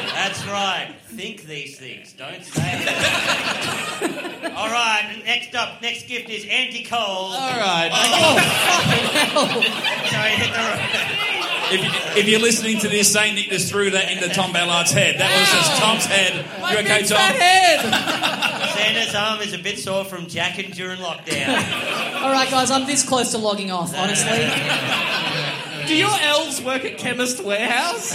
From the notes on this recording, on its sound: LIVE in Melbourne to a sold-out crowd. Given that it's a live show, there's shots being done onstage and people in the crowd yelling at us.